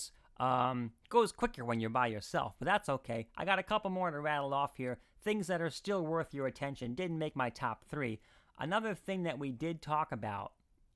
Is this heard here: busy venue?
no